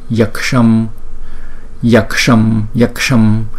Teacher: Chữ sha này cong lưỡi lên nè, sha. Yaksham, yaksham, yaksham.